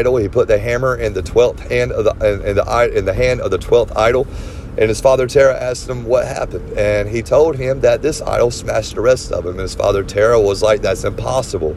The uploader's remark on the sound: This episode was recorded on my phone, a telemarketer called towards the end so it probably cut the episode early.